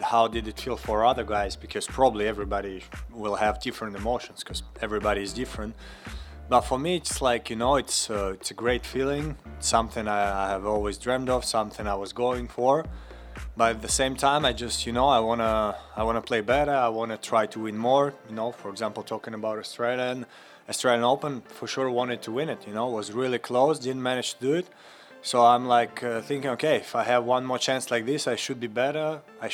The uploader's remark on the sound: The middle weekend has arrived at the BNP Paribas Open, and the energy around the Indian Wells Tennis Garden is palpable. The hosts recap an electric Saturday in Tennis Paradise live from Indian Wells.